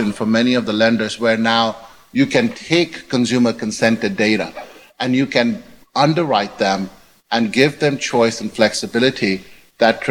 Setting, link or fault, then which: setting, live audience